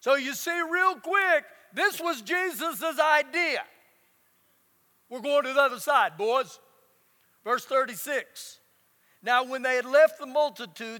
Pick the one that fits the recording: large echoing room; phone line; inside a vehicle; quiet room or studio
large echoing room